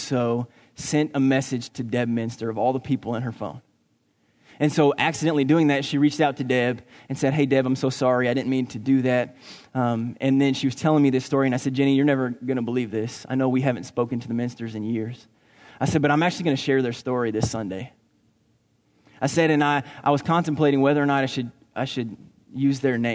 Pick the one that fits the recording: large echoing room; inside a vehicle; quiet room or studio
large echoing room